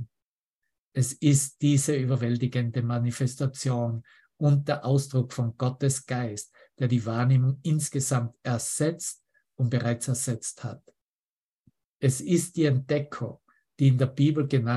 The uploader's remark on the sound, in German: Zoom-Session. Veranstaltet von der Aleph Akademie.